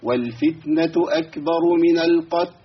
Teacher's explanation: القتل اللام بتاعتها غالبا ما بتطلعش